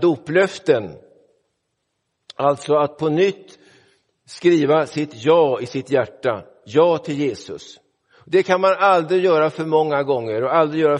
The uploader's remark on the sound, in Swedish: Inspelad i Roseniuskyrkan den 3 december 2023.